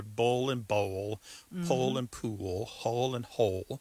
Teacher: So the physical act of pronouncing that dark L kind of requires the back of the tongue to raise toward your soft palate. And that movement of the tongue pulls the vowel that comes before the L in a new direction.